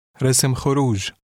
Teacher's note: the pronunciation of the first consonant in the second word is very slight